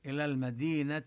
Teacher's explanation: نمد قليلا مدا طبيعيا الياء التي سكنت وسبقها دال مكسورة سبقها كسرة.